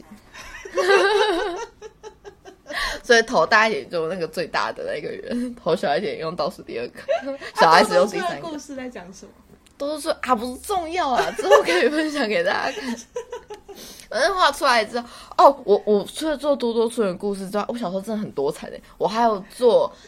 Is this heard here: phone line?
no